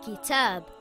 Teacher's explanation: Kaf is a light letter and should not be pronounced heavy. Kaf makes a similar sound in English to the letter K in the word kitten or the word kangaroo.